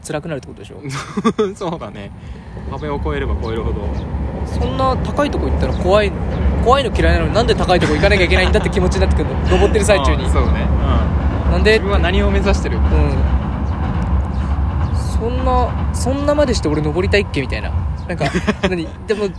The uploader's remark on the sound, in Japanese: 河原収録